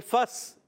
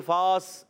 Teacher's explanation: فا کو ڈائریکٹ سین سے ملائیں گے، الف نہیں پڑھا جائے گا · Shown in: first take · direct یہ الف حذف ہو گیا، فا سین سے مل جائے گا تو آواز آئے گی فس.